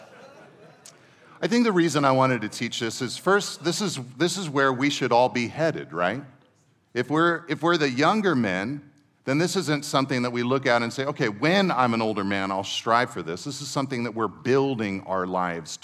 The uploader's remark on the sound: Second session at our 2023 Men’s Conference